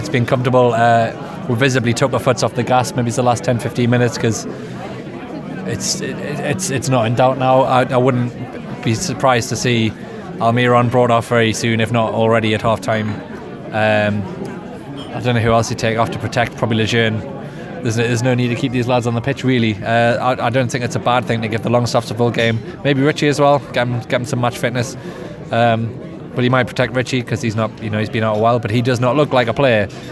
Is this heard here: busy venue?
yes